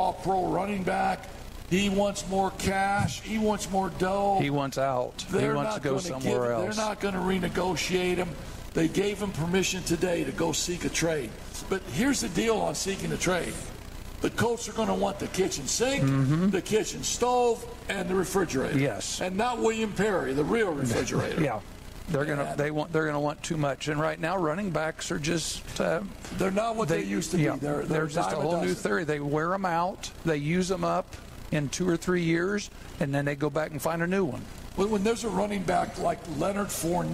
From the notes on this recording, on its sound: We're back at Bar Louie for season two of the live show!